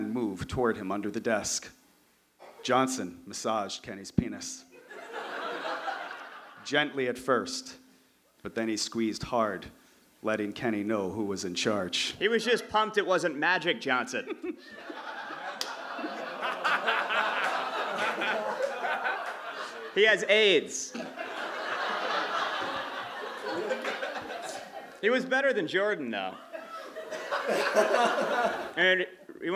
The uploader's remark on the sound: Recorded June 17 at the Davis Square Theater in Somerville, MA.